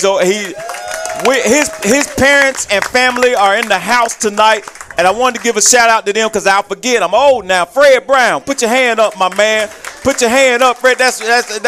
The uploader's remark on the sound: live from Monte De Rey Mexican Restaurant in Kernersville every Tuesday night in season!